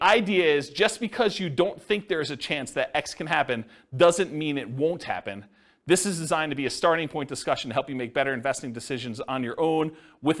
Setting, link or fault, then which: setting, live audience